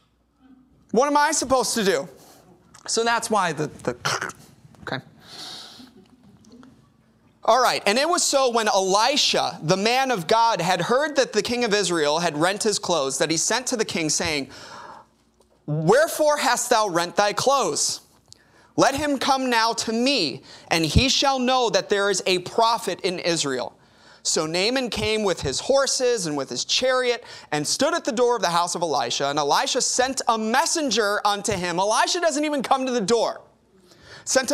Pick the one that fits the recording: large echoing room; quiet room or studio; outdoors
large echoing room